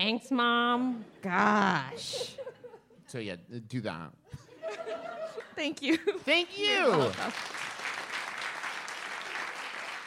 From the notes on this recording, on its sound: This is PART TWO of our two part episode recorded LIVE at Sketchfest 2018!